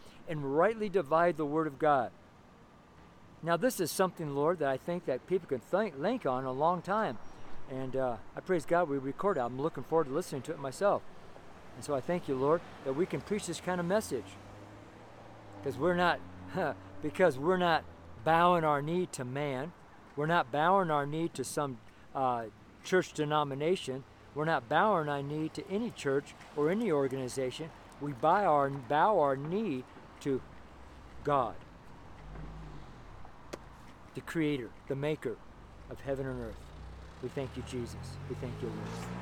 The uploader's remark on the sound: Street Sermon preached from Louisville, Colorado